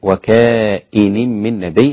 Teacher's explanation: طيب ابن كثير وكائن من نبي، حقق الهمزة مع كسرها